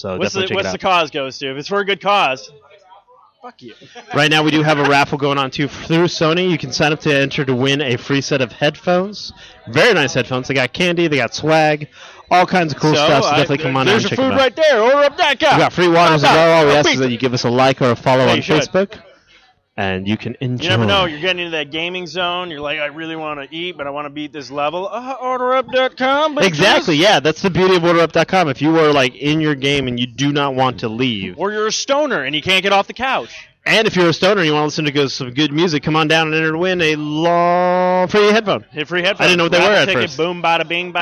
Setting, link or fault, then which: setting, busy venue